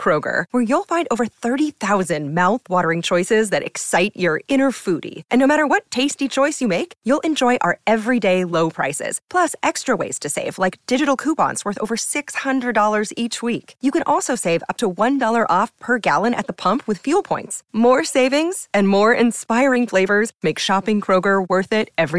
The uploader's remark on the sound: Live from Gay 90s